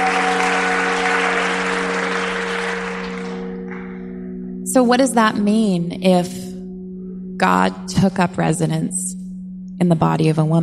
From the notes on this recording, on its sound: This podcast was recorded at The Liturgists Gathering in Austin, TX.